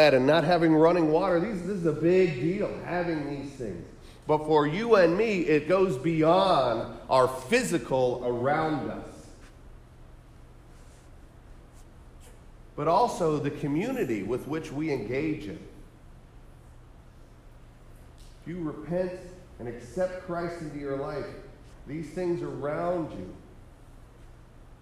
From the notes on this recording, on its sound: Sermon preached on December 17, 2023 at The Salvation Army Kroc Center